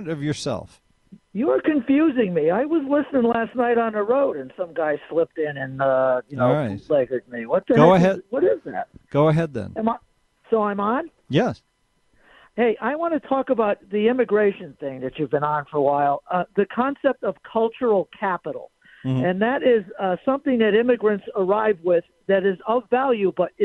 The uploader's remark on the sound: After Rants, we take some phone calls. Our objectivist friend from Australia.